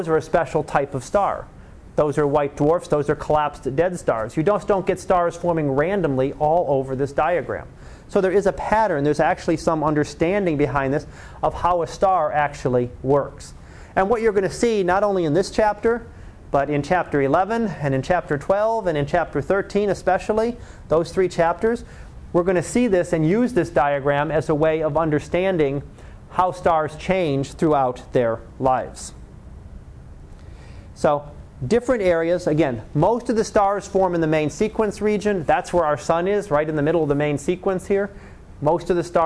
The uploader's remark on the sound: Live Class Lecture.